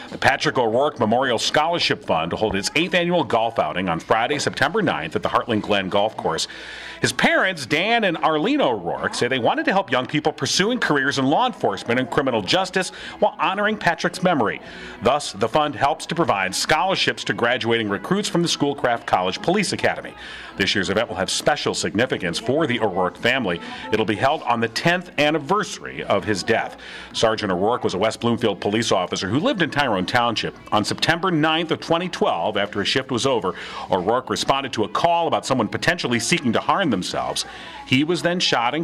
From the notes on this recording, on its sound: The show is on the road at Howell Nutrition